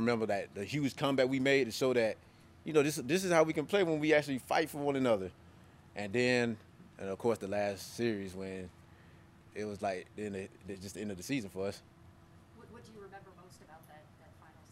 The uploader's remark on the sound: Press Conference